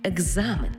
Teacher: Тобто глухий плюс дзвінкий перетворюється на дзвінкий плюс дзвінкий. Тому слово написано через «к» і «з», а в транскрипції і у вимові будемо чути «г» і «з» – екзамен, тобто дзвінкий плюс дзвінкий.